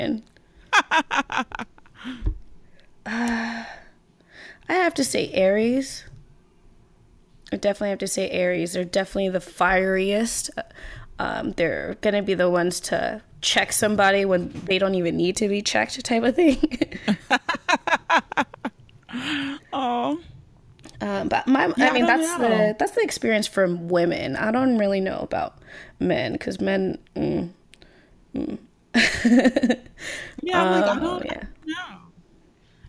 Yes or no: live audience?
no